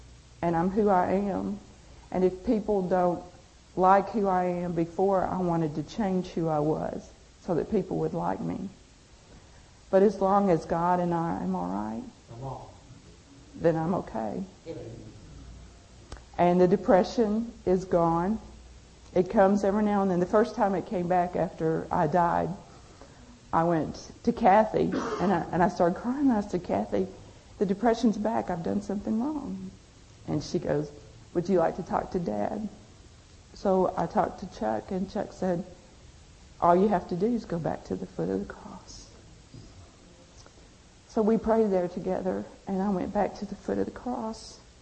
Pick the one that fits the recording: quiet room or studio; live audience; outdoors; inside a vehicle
live audience